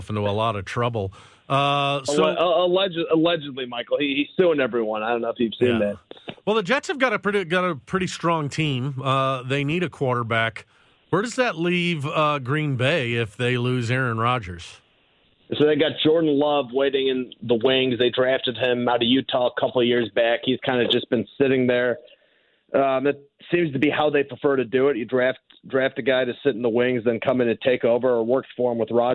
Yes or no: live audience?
no